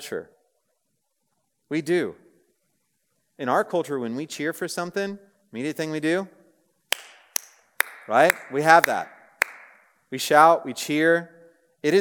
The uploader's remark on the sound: Message preached on April 20, 2023 at a Thursday Night Gathering of Coram Deo College Ministry.